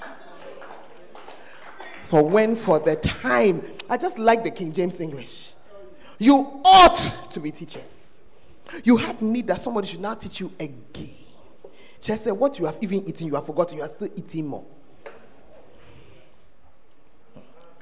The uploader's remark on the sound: Preached at the First Love Center, Ayeduase.